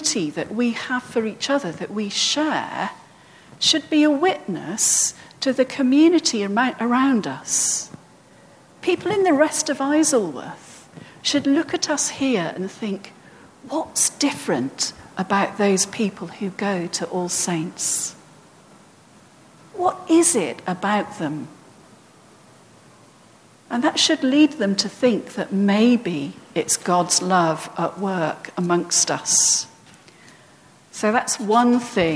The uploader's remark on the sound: at All Saints' Church, Isleworth on 24th June 2018